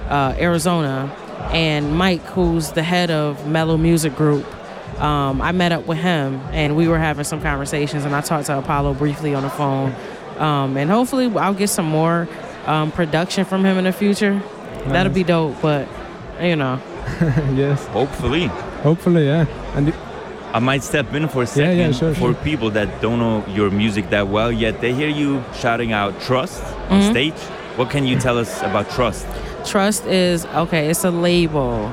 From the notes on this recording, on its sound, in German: Live vom Hood Look Good -Festival. Live aus Aarau.